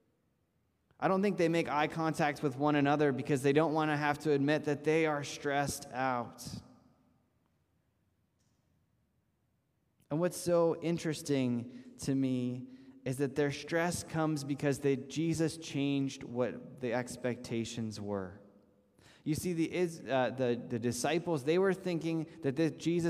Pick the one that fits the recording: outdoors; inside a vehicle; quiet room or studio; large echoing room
large echoing room